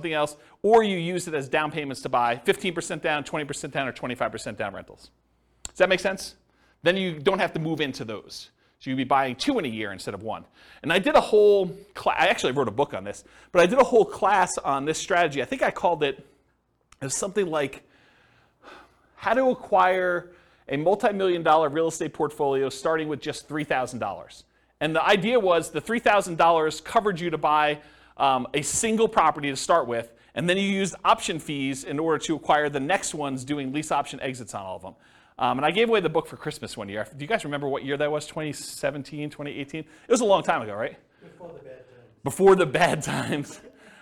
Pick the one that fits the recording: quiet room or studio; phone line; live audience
live audience